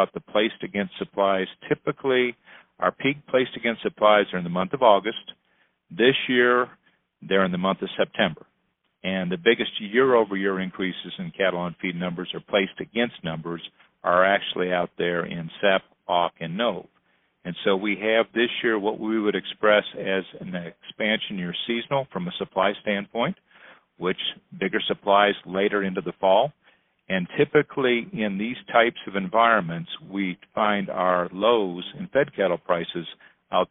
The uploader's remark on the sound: This week's Beltway Beef podcast features audio from a Thursday night conference call that NCBA hosted for members.